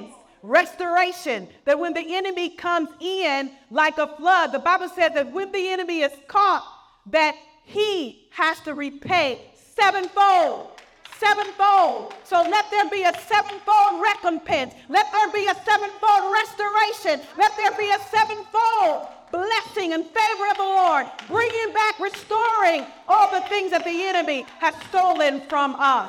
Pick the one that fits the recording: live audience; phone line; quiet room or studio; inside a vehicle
live audience